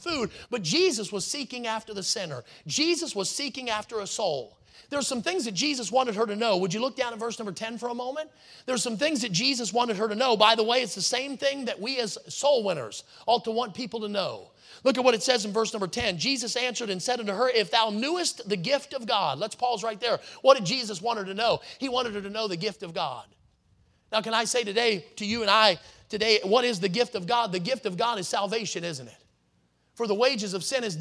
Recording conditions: large echoing room